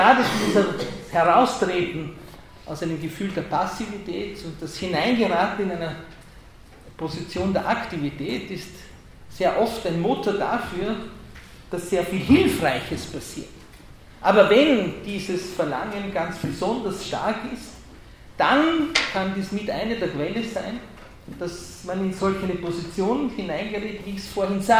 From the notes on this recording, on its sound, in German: Ringvorlesung im WS 2016.